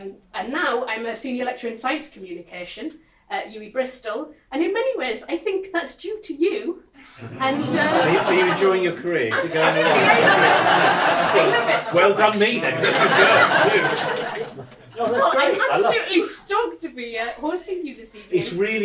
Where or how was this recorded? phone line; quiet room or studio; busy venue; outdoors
busy venue